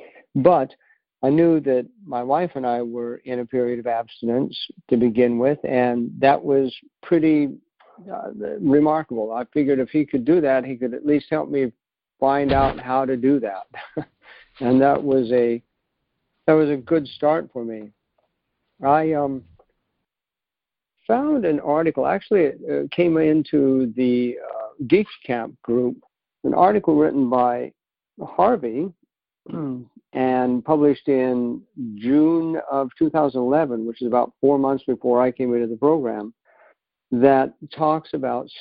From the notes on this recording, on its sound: 2019 New Years Day Phone Conference.